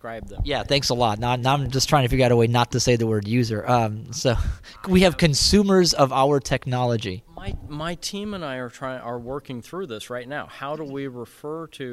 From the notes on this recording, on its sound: LIVE from day 2 of the ISSA International conference 2012 , in Anaheim, California. LIVE from day 2 of the ISSA International conference 2012 , in Anaheim, California.